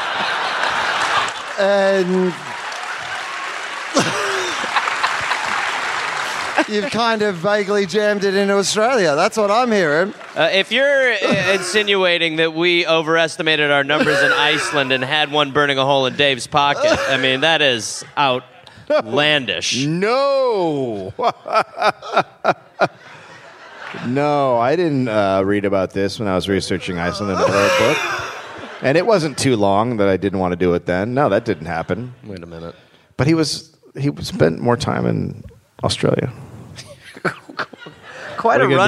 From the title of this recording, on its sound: Live in Brisbane